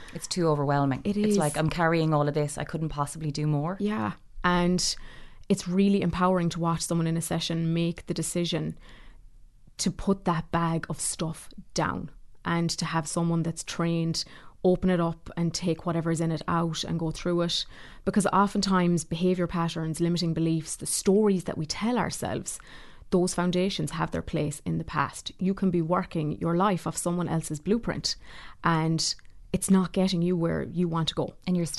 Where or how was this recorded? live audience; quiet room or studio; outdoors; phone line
quiet room or studio